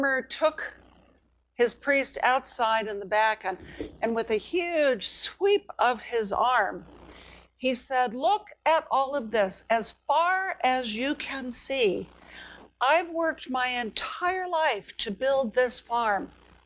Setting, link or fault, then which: setting, large echoing room